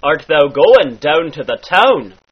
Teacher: The ow sound in words like cow becomes an O. This is an almost Scottish sound.